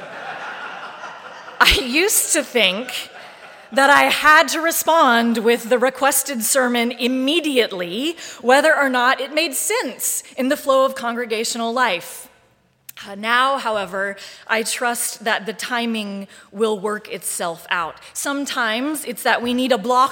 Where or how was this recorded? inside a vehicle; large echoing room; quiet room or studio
large echoing room